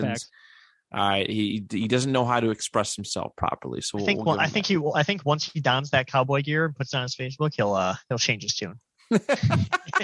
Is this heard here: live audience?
no